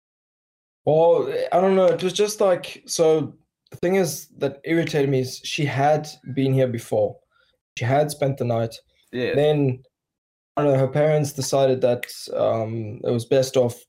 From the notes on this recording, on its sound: Apologies for the quality, tell the virus to leave us alone so we can make it better!